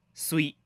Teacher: 扬州话没有翘舌音，所有的翘舌音都读成平舌音。哎，读声母日的时候舌头也不卷，比如说读水的时候扬州就会读水，早晨的晨扬州人会读成岑。在扬州有种累叫威死了，有种板凳叫羞啪啪，有种表扬叫呱呱叫，有种问时间叫多晚子啦，有种打瞌睡叫寸冷，有种劝解叫坐冷亭，还有一个特别特别可爱的词儿，或者你叫它短语也行啊，乖乖龙地洞。哎，这个在扬州话中很常见，通常是表示对于一件事物啊感到意外、赞叹，这是一个感叹词儿。所以啊，下次想要夸人或者发出赞扬的时候，哎，可以试试这个乖乖龙地洞。书归正传啊，咱们继续跟着苏超逛吃江苏。这一站咱们要去哪儿呢？您可以先猜上一猜。